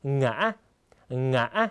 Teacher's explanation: เสียงสูงขึ้นแล้วก็กักเสียงที่ตรงกลางนะครับคล้ายกับการออกเสียง2จังหวะนะครับ